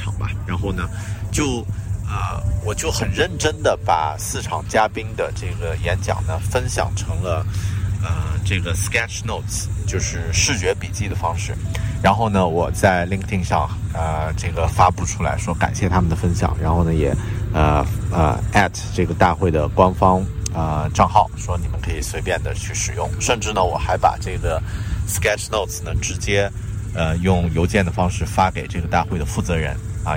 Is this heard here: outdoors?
yes